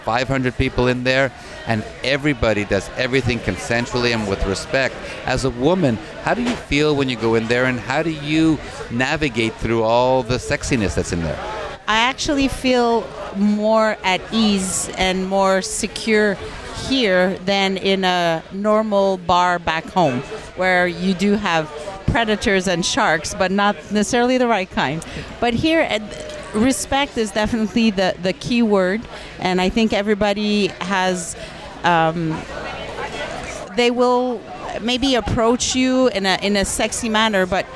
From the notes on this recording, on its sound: THE BLISS CRUISE - OPENING-UP ON THE OPEN SEAS. Broadcast on location from the Promenade Deck Cafe.